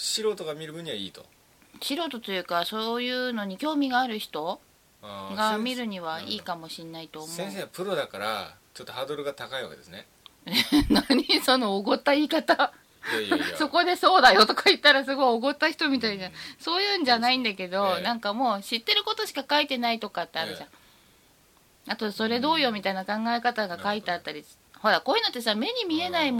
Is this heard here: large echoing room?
no